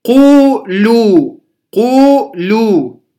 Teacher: يعني الواو ساكنة وما قبلها مضموم، قولوا قولوا، القاف مضمومة والواو ساكنة مدية، صارت هنا الواو مدية